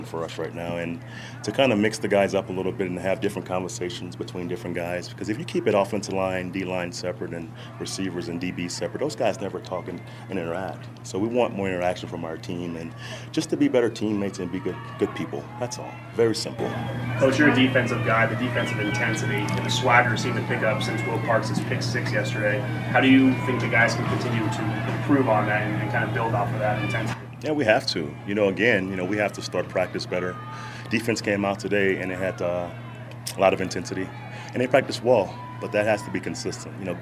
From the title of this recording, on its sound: live from Broncos Training Camp